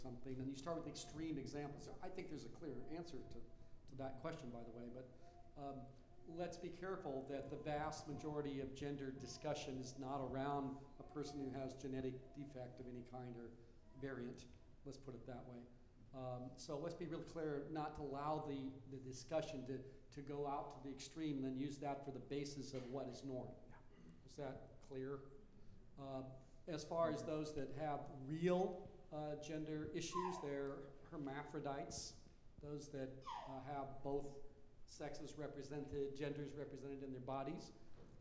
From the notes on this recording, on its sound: Questions about this topic from the audience.